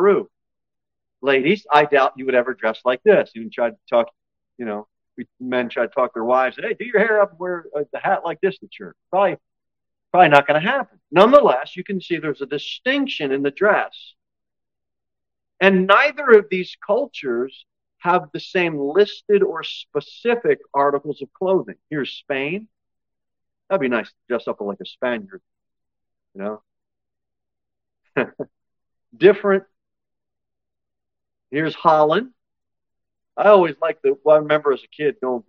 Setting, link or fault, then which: setting, large echoing room